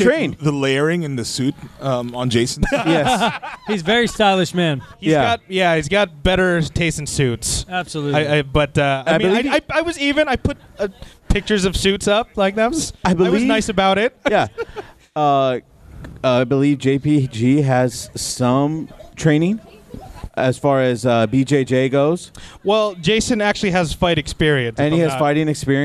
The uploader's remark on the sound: We were LIVE at Backstreet Brewery for this week’s recording of the Offensive.